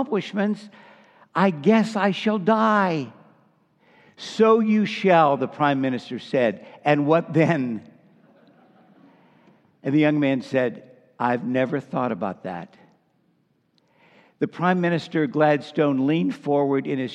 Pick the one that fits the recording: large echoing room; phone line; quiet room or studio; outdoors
large echoing room